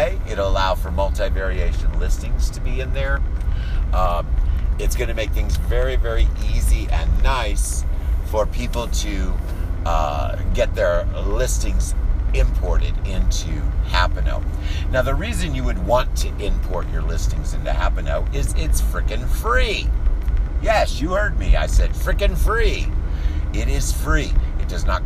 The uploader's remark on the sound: driving around in the car